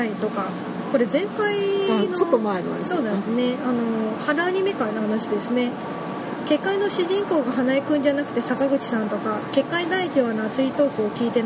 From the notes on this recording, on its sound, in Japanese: 今回も屋外収録ですので、大変お聞き苦しいかと思いますがご容赦下さい。